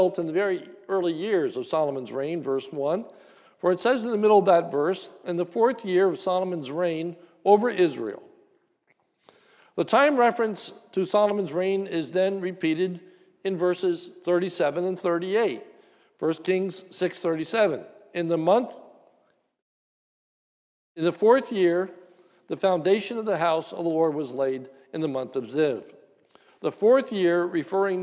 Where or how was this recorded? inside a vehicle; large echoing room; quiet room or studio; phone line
large echoing room